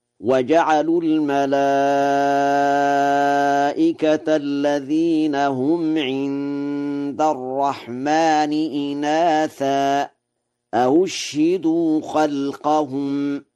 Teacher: بهمزتين، الأولى مفتوحة والثانية مضمومة مسهلة، وإسكان الشين